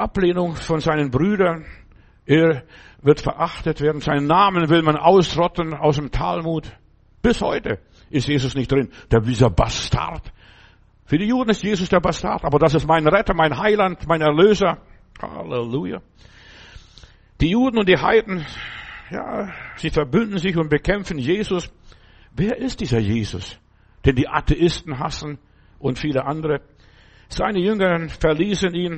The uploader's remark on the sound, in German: im Gemeinde-Zentrum in Berlin aufgenommen